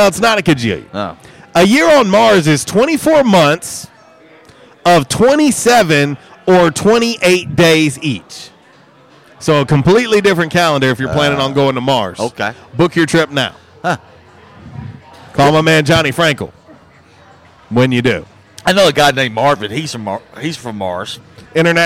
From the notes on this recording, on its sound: LIVE from J’Town’s Grill!